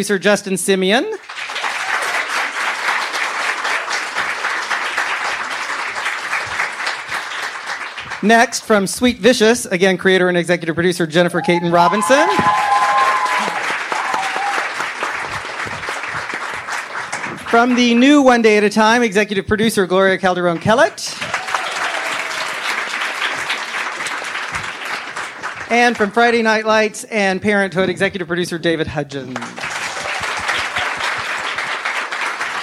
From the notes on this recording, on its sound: Recorded at ATX Television Festival